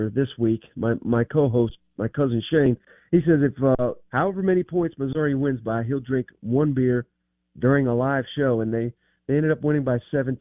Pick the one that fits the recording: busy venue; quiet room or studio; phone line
phone line